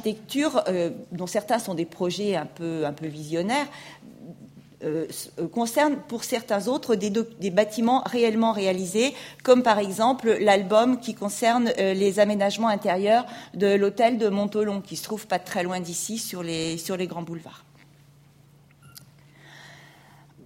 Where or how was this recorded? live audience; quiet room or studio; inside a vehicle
live audience